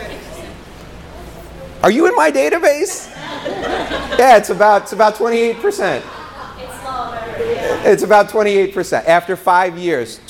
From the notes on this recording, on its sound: Today's show is a live talk. In front of an audience in Florida.